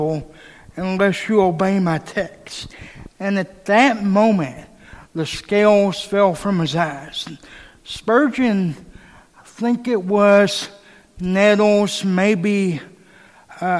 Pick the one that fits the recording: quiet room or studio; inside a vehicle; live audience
live audience